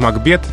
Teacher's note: приставка Мак никогда не бывает ударной